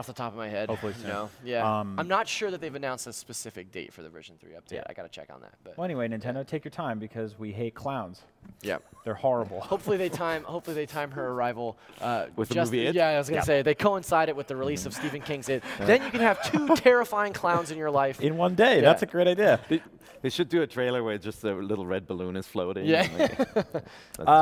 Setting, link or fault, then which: setting, busy venue